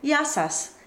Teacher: the sas is unvoiced, like in yasas